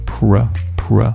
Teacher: 在读这个 pura 的时候呢，你的嘴唇是需要撅起来的，这个动作如果你不做的话，现在听起来不明显，等你其他发音都标准了之后，就会衬托的这个发音非常的明显。 pura 后面的 pos 也不要读成 pose 啊，把嘴仍然是张开 pose 啊，有一个下颌的运动，后面最后结尾有一个 o 这个音，也就是字母 l 发的这个音啊，也是需要你把舌尖顶到上牙膛才能正确的发出。如果你尝试的话，你会发现能同时注意到这个单词的三个重点把它读对就已经挺难的了，需要很长时间的练习，所以在刚开始的时候一定要慢啊，放慢速度，不要着急。proposal，同时也不要忘了这个重音的问题啊。 proposal 后面的 to 弱读 tt，然后单词 turn 不要忘了结尾的这个鼻音要把舌尖顶上去 turn。那后面的这个